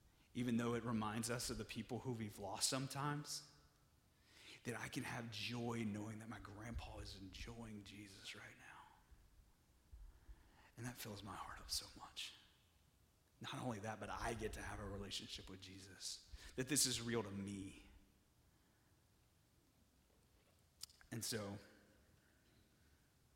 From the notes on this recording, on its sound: (Message Audio Only) During our Nexus service